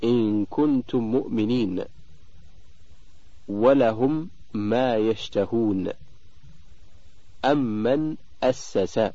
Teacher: الحكم الثاني إدغام المتماثلين الصغير، وله حرف واحد وهو الميم، فإذا وقعت الميم المتحركة بعد الميم الساكنة وجب الإدغام، ويسمى إدغام متماثلين صغيرا، ولا بد معه من الغنة أيضا